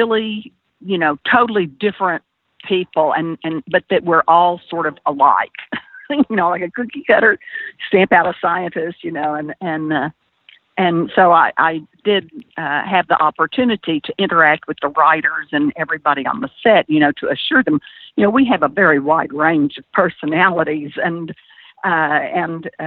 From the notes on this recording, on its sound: Via internet phone.